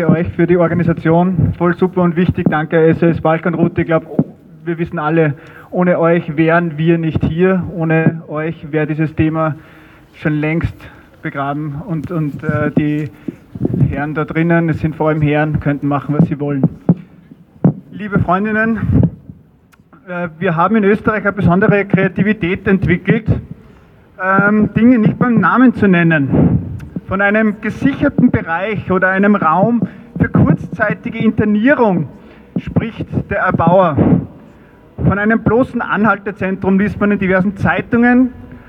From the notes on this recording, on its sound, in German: Kundgebung gegen illegale Flüchtlings-Gefängnisse und Pushbacks am 19.4.2023 in Wien. Ungeschnittene und unbearbeitete Aufzeichung der Kundgebung. Schlechte Tonqualität wegen schadhafter Tonanlage der Veranstalter*innen.